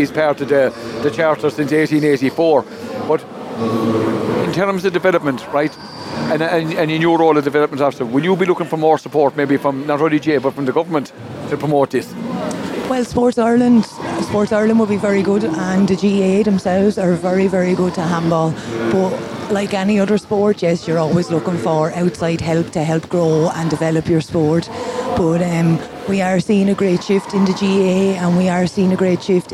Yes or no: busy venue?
yes